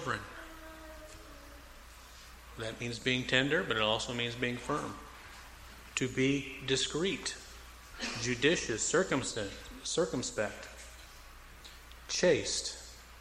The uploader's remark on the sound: Preached at Mt Olive PBC in Jan 4, 2004